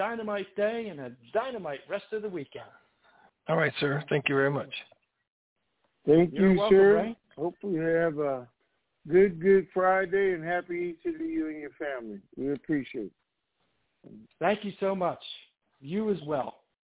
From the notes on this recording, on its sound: TNTSuperfantastic Conference Call.